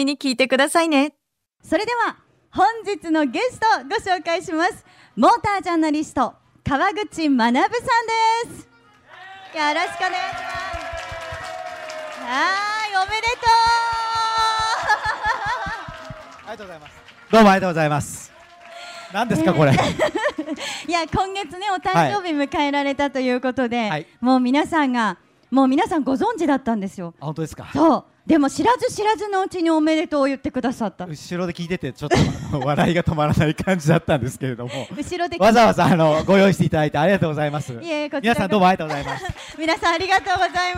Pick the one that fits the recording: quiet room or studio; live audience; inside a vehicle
live audience